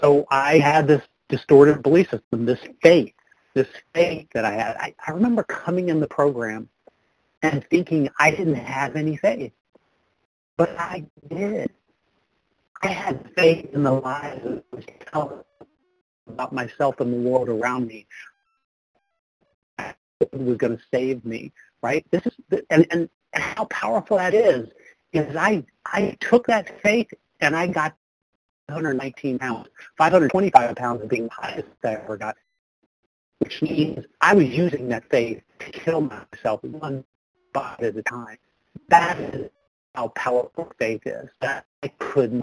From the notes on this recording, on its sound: 100 Pounders Phone Meeting.